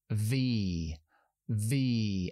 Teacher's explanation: lo que llamamos labio dental, es decir, dientes de arriba en el labio de abajo, igual que la F, pero activamos la voz.